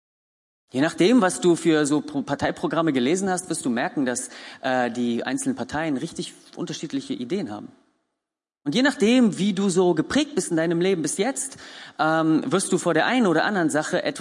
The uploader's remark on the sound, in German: Gottesdienst der Kirche für Bonn